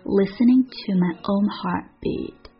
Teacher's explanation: heart 失去爆破， beat 弱化掉